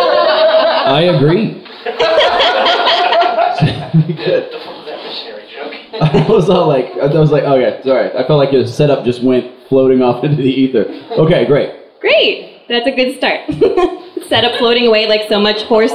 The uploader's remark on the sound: This month's star-studded spectacular recording comes to you live from Kickstand Comedy Space in Portland, OR!